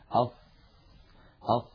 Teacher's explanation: كما أنها من حروف الرخاوة لأن الصوت يمتد معها ويجري أص يجري معها الصوت والنفس كلاهما.